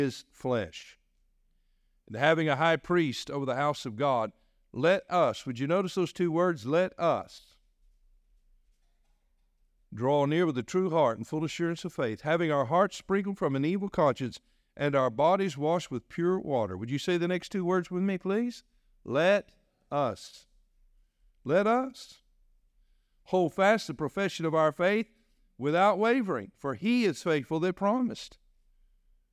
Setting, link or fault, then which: setting, large echoing room